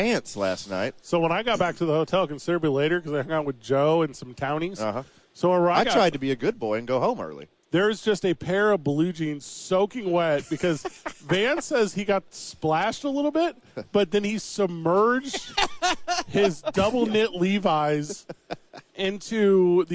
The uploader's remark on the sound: live from Radio Row